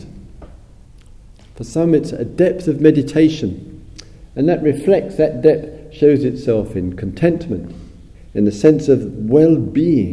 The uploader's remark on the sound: Dharma Talk recorded at the Dharma Facilitators Training, UK, March 2008.